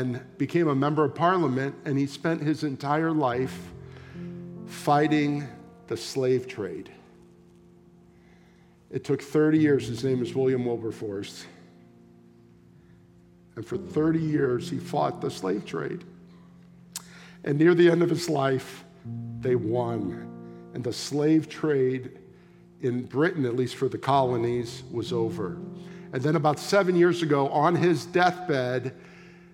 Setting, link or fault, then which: setting, large echoing room